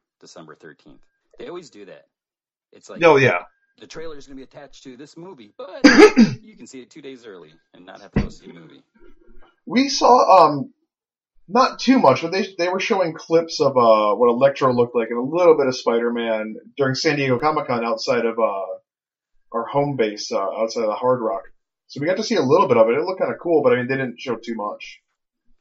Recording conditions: poor sound quality